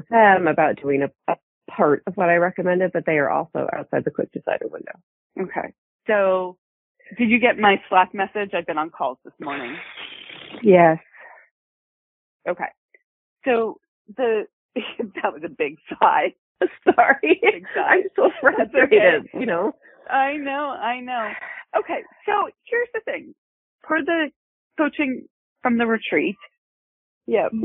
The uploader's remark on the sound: In our Coaching Uncut Series, we take you behind the scenes and show you the coaching I do with my clients. All of these coaching calls have been recorded with permission, and the sound quality may vary.